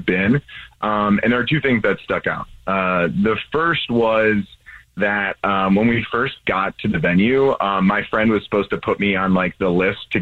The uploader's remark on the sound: We get that other person on the phone